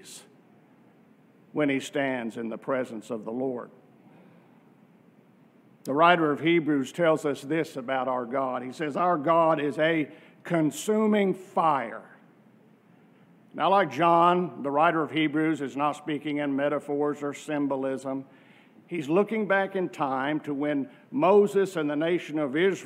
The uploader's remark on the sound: from our worship service on July 16, 2023